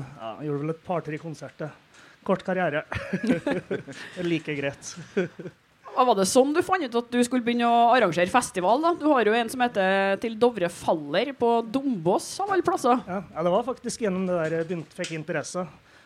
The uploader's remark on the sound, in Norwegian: Tonspod live på Tons of Rock 2018.